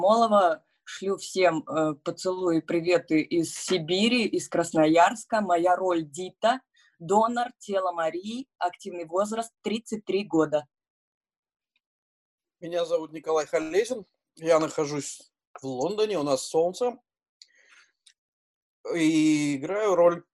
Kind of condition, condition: link, video call